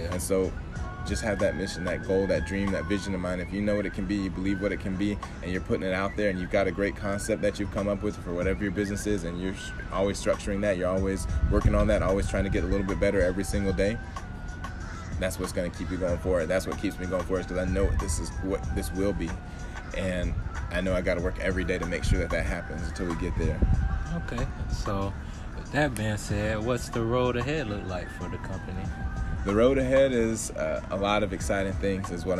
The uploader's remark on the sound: Oh yeah we outside and it's morning time so enjoy the sounds of nature, along with the vibes, and the gems..